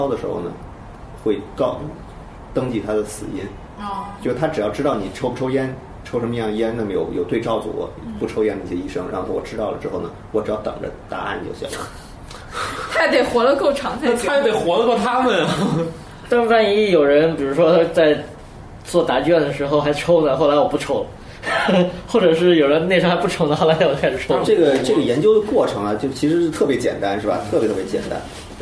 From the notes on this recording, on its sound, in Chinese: 本期节目为在张大妈办公区用录音笔录制，可能有街道上的杂音，请见谅。